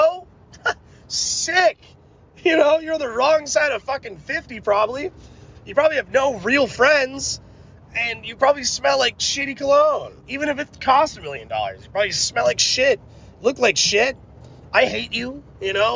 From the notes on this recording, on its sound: me rambling in the car